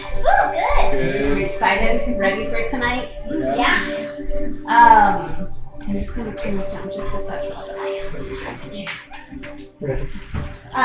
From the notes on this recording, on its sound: Regional Reformation Gathering. The quality of recording is not our normal standard.